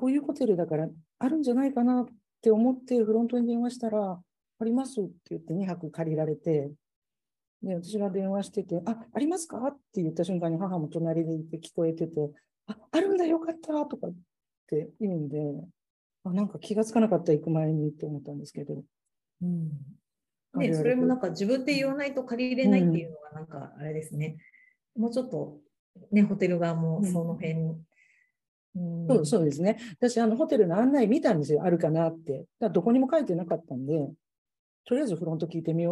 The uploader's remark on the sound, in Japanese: 収録場所： オンライン (Zoom)。